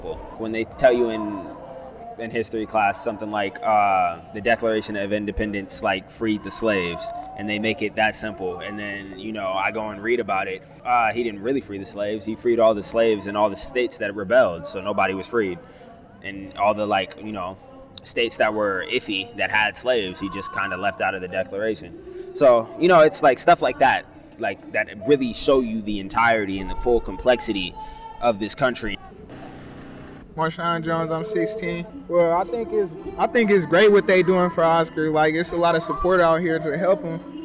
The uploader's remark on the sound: This is a 2015 recording of participants at an Oscar Grant Rally held at the BART Fruitvale Station site in Oakland, CA.